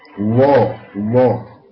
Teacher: أما اللام المغلظة تخرج من رأس اللسان فقط